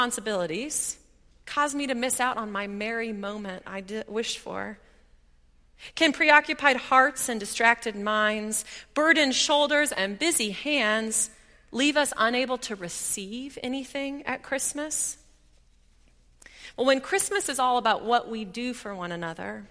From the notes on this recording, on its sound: at Highland Baptist Church